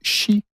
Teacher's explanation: il faudrait émettre un son à mi-chemin entre le « S » et le « CH » · Term: consonne fricative alvéolo-palatale sourde